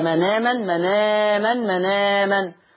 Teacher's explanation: طب تعالوا كده تابعوا مناما في نفس الايه، في الايه فمنهم مناما، مناما ده انت عملت نقل يا شيخ، شلت الهمزه وخدت الحركه اللي عليها حطيتها على النون